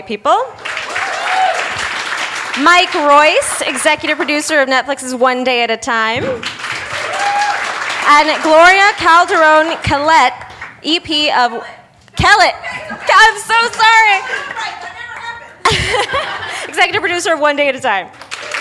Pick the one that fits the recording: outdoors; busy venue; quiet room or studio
busy venue